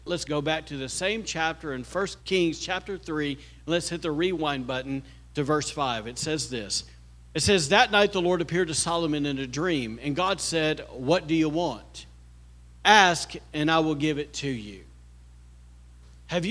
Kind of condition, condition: setting, large echoing room